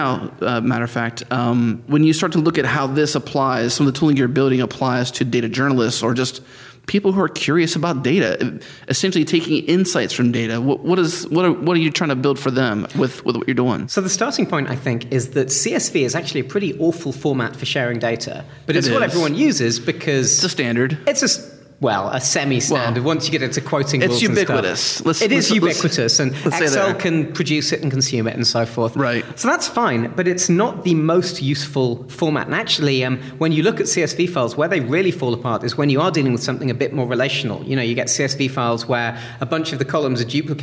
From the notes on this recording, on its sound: on location at ZEIT Day